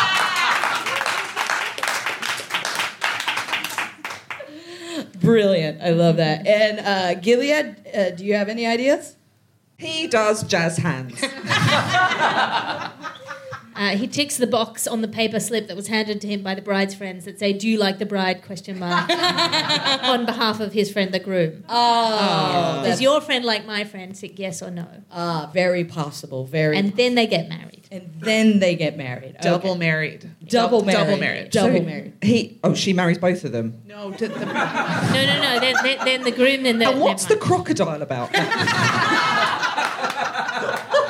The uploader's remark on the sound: Recorded 16 September 2023 at Kings Place in London.